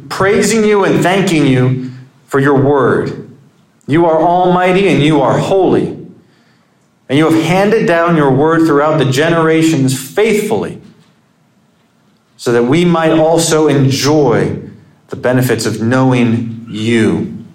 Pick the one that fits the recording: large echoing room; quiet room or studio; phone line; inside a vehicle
large echoing room